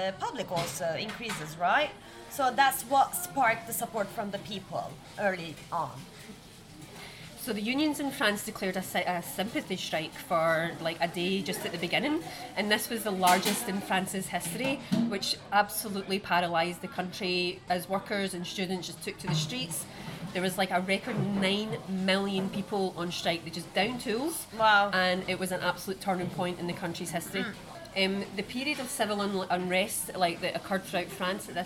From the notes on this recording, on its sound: We recorded this episode on 2 December 2023, at Paradis du Fruit . At Paradis du Fruit.